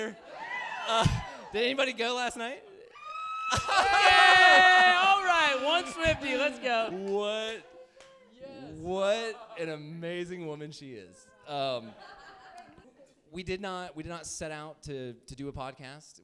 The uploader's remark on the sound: Enjoy this dynamic conversation that we had together during our first live show in Atlanta, Georgia. Live audience engagement throughout this episode made it even more interesting and insightful.